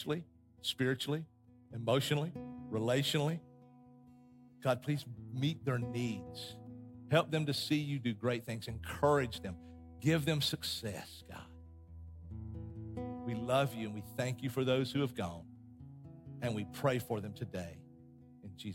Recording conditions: large echoing room